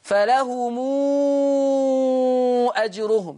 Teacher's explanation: يعني المد المنفصل والمتصل عند ورش بيعملهم ست حركات · Term: الإشباع